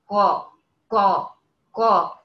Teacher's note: تلاقي الصوت بيطلع يصطدم فوق في قبة الحنك · Term: الحرف المستعلي